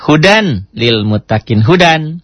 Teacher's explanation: Ditulisnya, dibacanya menjadi hudal. Tanwinnya ketemu lam, masuk L. Ya-nya enggak dianggap, enggak hudai. · Term: idgham bila gunnah